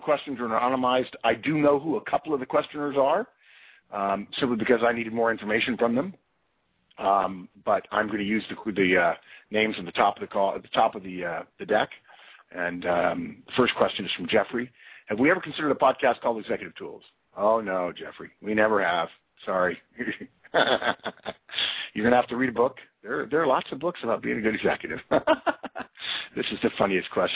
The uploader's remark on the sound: Conference Call.